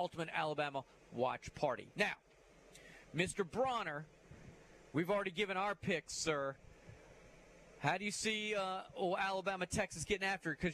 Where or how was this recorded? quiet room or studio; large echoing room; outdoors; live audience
outdoors